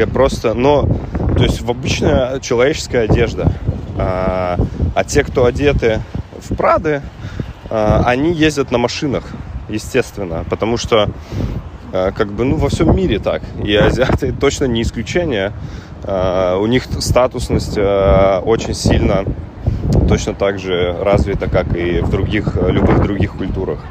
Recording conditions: wind noise